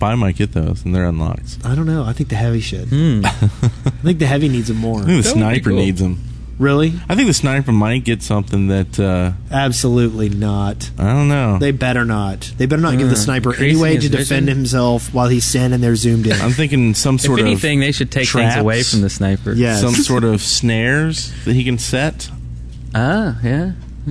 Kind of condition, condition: setting, busy venue